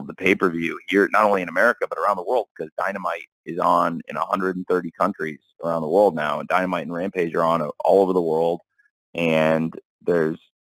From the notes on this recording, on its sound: AEW x NJPW Forbidden Door Media Conference Call.